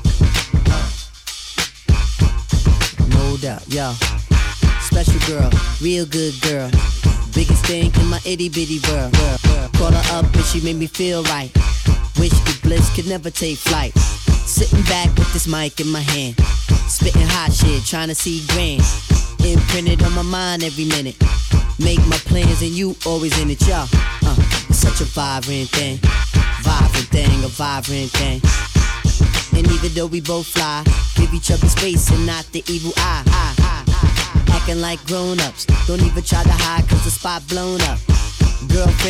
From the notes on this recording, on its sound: Originally broadcast live on June 14, 2018 from the storefront of Kinfolk 90 in Williamsburg, Brooklyn, New York City. Special guest DJ set.